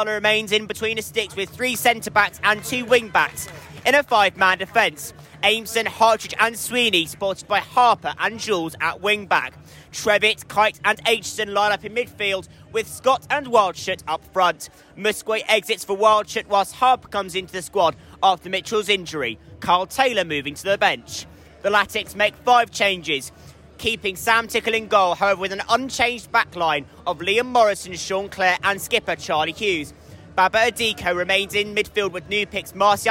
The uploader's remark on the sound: Live commentary. XpressionFM Sport commentary.